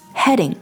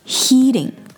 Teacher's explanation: 一个是短音 A 一个是长音 E 是完全不一样的元音因素